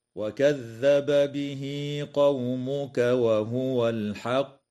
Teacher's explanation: فقوله تعالى: وكذب به قومك وهو الحق، يجب إظهار الباء عند الباء في قوله تعالى وكذب به من قبيل المتماثلين الكبير في رواية حفص ومن وافقه، وتوصل الهاء في قوله تعالى به قومك بياء لفظية تمد بمقدار حركتين حال الوصل، ويسمى هذا المد بمد الصلة الصغرى. · يجوز الوقف على قوله تعالى وهو الحق من قبيل الوقف الكافي مع مراعاة قلقلة القاف حال الوقف، هكذا: وكذب به قومك وهو الحق.